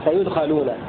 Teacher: بضم الياء وفتح الخاء سيدخلون